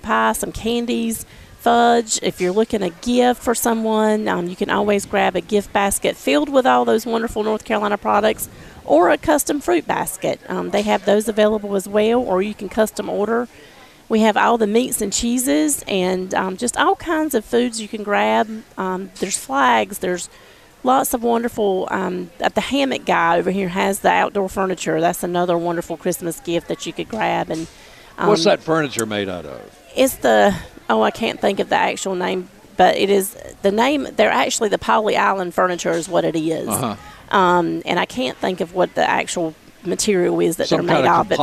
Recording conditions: busy venue